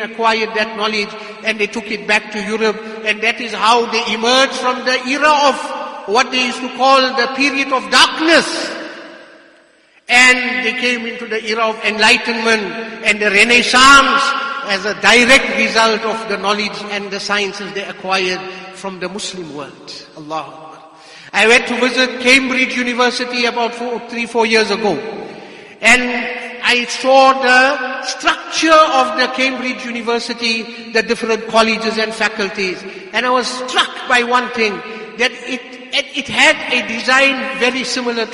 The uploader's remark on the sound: Jumuah Lecture at Masjidus Salaam, Musgrave